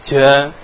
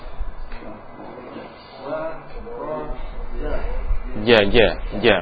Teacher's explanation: Nah, hati-hati jimnya, jangan keluar desis ja, itu keluar desisnya. Yang benar, huruf jim itu nafasnya tertahan, karena sifatnya jahar ya. · Shown in: second take · Fa ro ja, nafas tertahan.